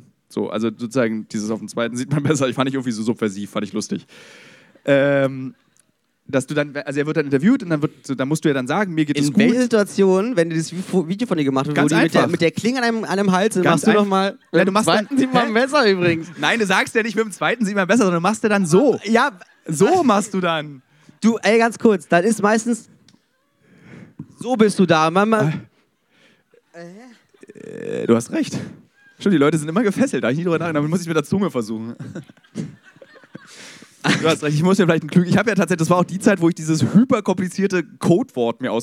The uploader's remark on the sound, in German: live vom Podcast Festival in Berlin